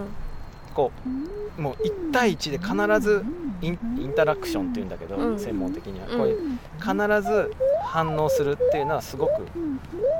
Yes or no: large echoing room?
no